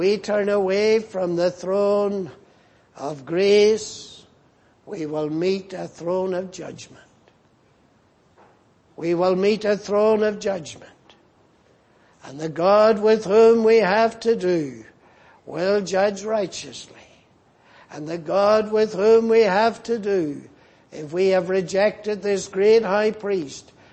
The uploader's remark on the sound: at the Lord’s Day Evening service on 18th February, 2024.